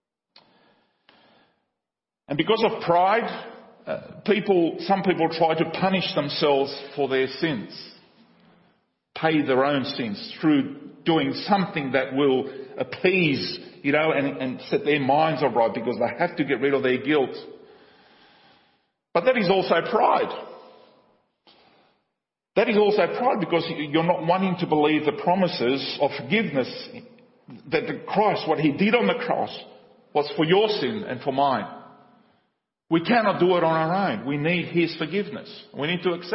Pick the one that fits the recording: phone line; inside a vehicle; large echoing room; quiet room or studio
large echoing room